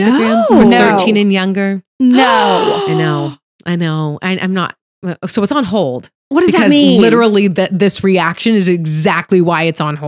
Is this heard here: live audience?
no